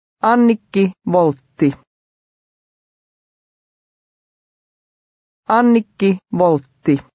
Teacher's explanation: Here the W is pronounced like the English V.